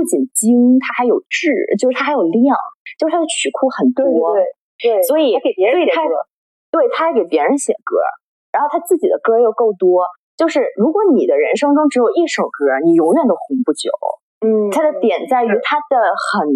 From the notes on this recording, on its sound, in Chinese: 本期节目录制设备出了一些问题，可能会有少许杂音，在此跟大家说声抱歉。